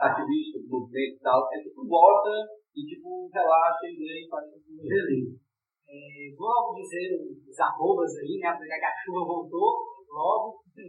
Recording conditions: background noise